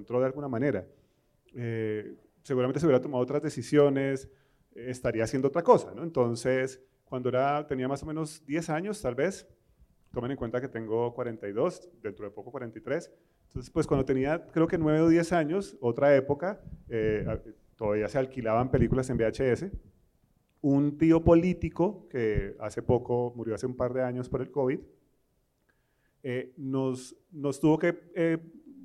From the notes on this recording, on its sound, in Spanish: Tuvimos un evento increíble en vivo en Bogotá, Colombia. El panel El sonido de nuestras bestias: terror latinoamericano.